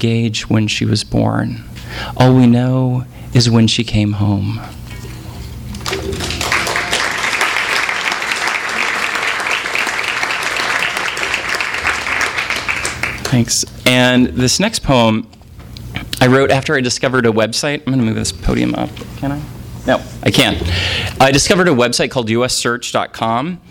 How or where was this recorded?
live audience